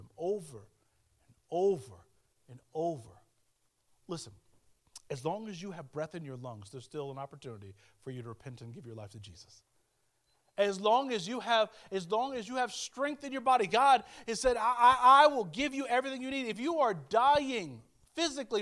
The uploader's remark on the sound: Speaking at Soma Community Church in Jefferson City, MO on 14 May 2023.